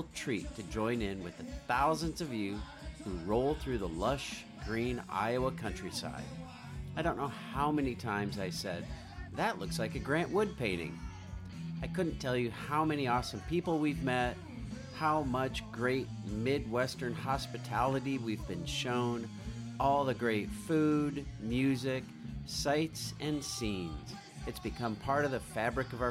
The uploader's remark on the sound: We went along with our microphone this year to to find some stories. A massive cross-state seven-day bicycle tour with tens of thousands joining every year.